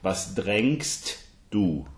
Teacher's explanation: So the T has to be spoken and then the D.